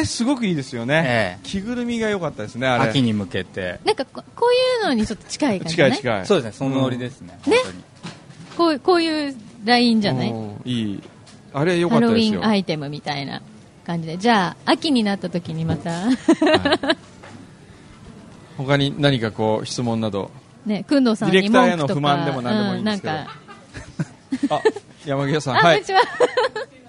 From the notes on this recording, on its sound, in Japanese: HUMOR MARKET by A-net MARK IS みなとみらい店 ！スタジオを飛び出し公開収録を行いました。